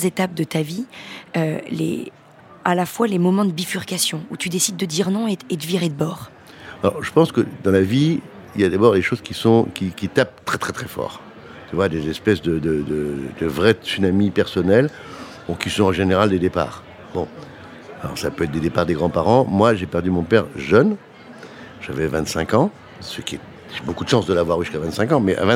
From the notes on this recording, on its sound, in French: Une émission enregistrée en mai 2022 lors de l'évènement Change Now à Paris